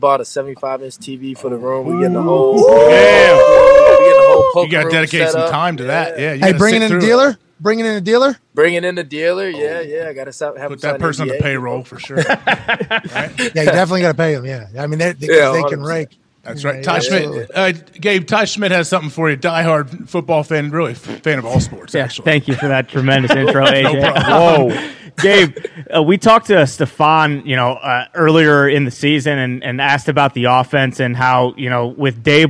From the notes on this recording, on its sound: LIVE from the set of College GameDay in Knoxville, Tennessee